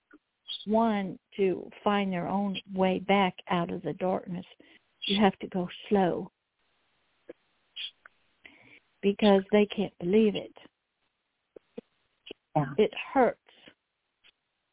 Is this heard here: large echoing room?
no